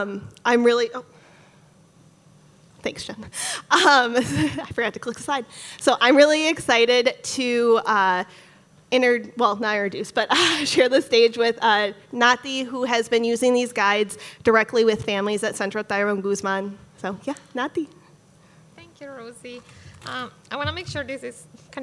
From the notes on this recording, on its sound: This EDTalk was live streamed from Icehouse in Minneapolis on May 8th, 2023.